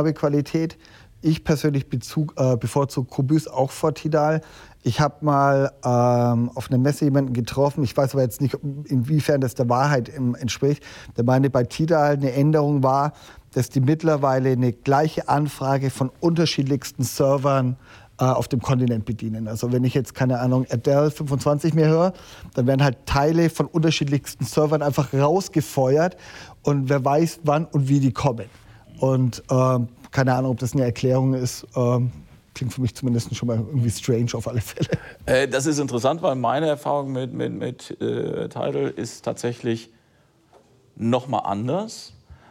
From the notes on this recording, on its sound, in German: Die auf der Finest Audio Show in Dortmund live vor Publikum aufgezeichnet wurde.